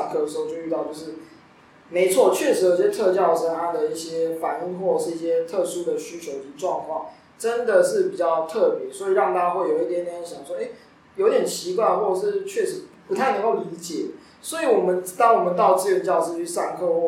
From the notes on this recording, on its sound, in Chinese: 錄音設備真的很陽春